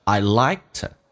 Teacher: to 弱化成 t,因为前面是一个轻辅音